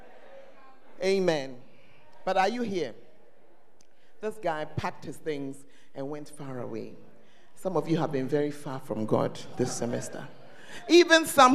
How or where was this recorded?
large echoing room